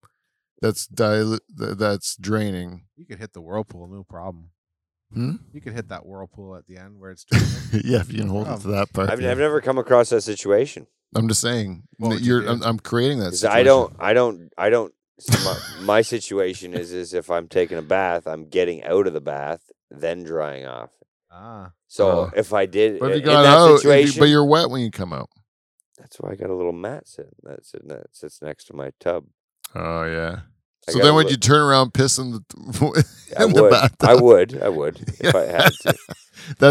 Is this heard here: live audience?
no